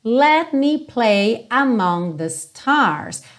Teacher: o let você não ouve com clareza o T, o que normalmente acontece no inglês americano, especialmente quando eu estou indo para um M, certo? Porque eu já estou fechando a boca para o M.